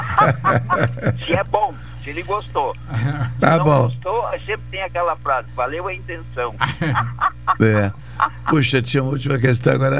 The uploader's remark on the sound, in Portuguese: (no estúdio). Por telefone.